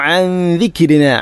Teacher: ഇഖ്ഫ ബിഗുന്ന, നൂനിനെ അവ്യക്തമാക്കി മണിക്കണം. അൻ ദിക്രിന, കാഫിനെ കൽക്കലയും ചെയ്യരുത്, ദിക്രിന അല്ല ദിക്രിന.